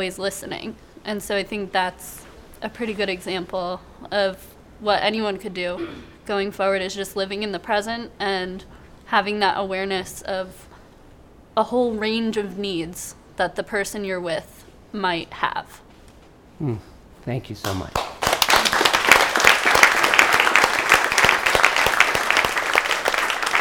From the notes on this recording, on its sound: Recorded at the touchpoint town hall in NYC on May 1, 2018 at The Assemblage Nomad.